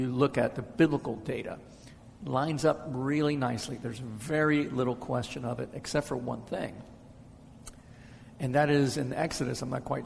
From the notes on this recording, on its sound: answers questions from the audience